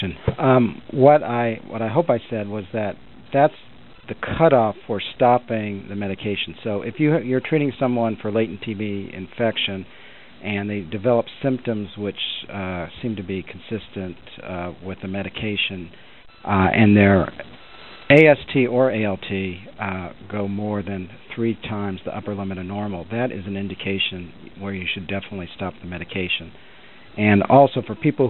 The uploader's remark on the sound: June 2005 Author in the Room® Teleconference